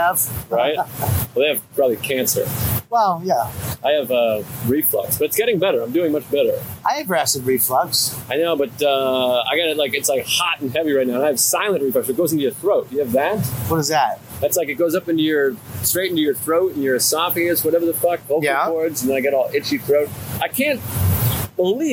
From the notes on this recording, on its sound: It’s an on location YKWD from Just For Laughs Montreal. Having an outdoor old school style episode.